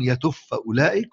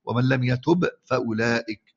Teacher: وإدغام باء الجزم في الفاء · Shown in: first take